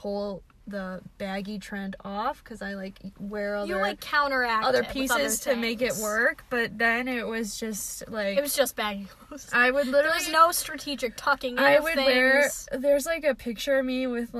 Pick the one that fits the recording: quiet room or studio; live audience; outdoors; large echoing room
outdoors